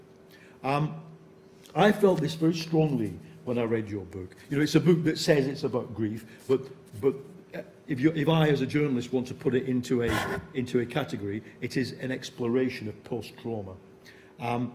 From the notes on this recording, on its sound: In this public lecture. Her lecture is followed by a discussion.